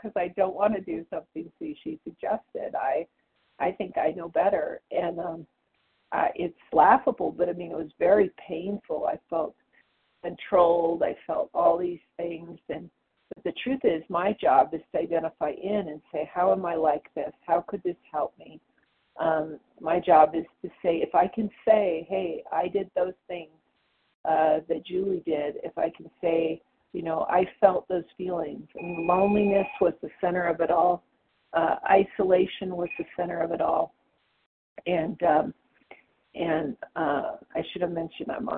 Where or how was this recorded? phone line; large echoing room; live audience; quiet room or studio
phone line